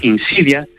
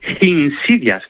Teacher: Bueno, pues este arrio, en lugar de decir insidias, tal cual, como en español, insidias, él decía insidias, con una H aspirada al principio · Shown in: second take